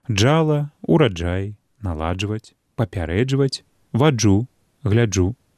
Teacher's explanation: Калі літары Д і Ж не стаяць на стыку прыстаўкі і кораня, яны абазначаюць на пісьме адзін гук – Дж. Ён складаецца з двух злітых у адно цэлае элементаў – выбухнога і шчыліннага, прычым шчылінны элемент тут вельмі кароткі. · Ён складаецца з двух злітых у адно цэлае элементаў – выбухнога і шчыліннага, прычым шчылінны элемент тут вельмі кароткі. Гук «дж» звонкі, у пары з ім глухі «ч» · Term: афрікату «дж»